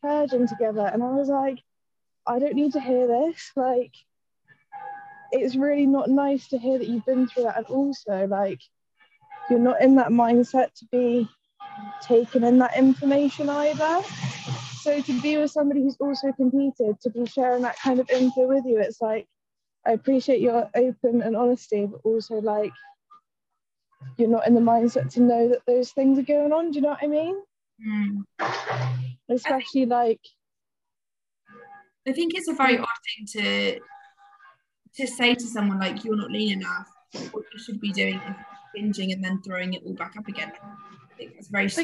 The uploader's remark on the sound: This episode started life as a webinar I delivered to some incredible women on the topic of post show.